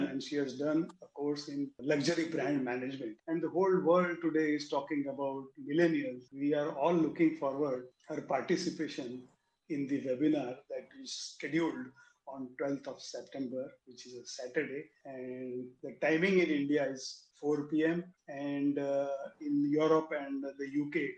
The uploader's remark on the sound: This virtual panel discussion